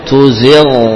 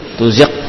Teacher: Poin dari ujung tenggorokan, zil dengan sifat rokhawah · Shown in: first take · ya. Bukan tuzik, tuzik bukan, tuzil.